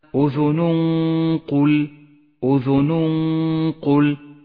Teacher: وأخيرا أذن قل، أذن قل، التنوين وبعده حرف القاف، حكم الإخفاء، نخفي التنوين بالقاف مع بقاء غنة للتنوين زمنها حركتان، أذن قل غنة مفخمة، لأن حرف القاف الذي بعد التنوين حرف مفخم والغنة تتبع ما بعدها